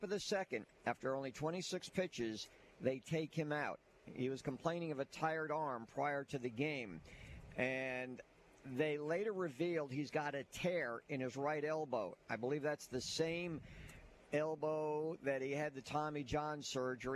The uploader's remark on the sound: High School Gameday #1 at Fairhope. Broadcast LIVE from Fairhope to kick off high school football season!